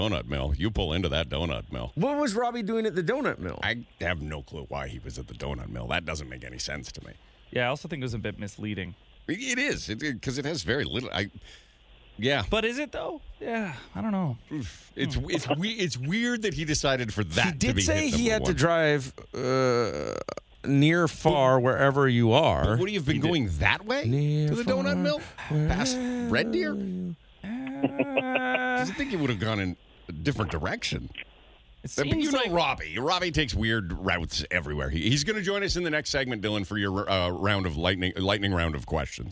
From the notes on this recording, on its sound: Outside Show Day!